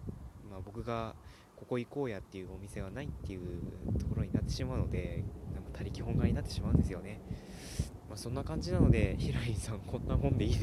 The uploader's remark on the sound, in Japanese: 外録りのせいでもあります。